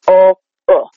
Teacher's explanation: So, like, for a lot of people, I will use phonetic symbols for certain sounds just because it's like the O that we say, O as in boat or goat, is a diphthong. It's two sounds, O, U. So I'll sometimes write those two out, especially if we're then going to go do, like, say we're going to do a broad Irish country accent where they're not really using that diphthong.